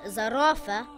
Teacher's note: Za is a light letter and should not be pronounced heavy.